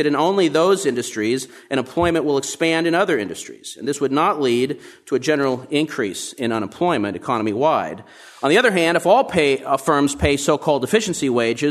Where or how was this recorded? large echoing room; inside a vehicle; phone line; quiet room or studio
large echoing room